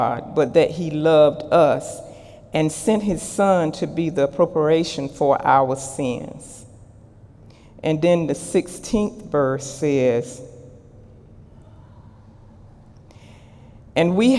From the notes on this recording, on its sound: During Sunday morning service on May 20, 2018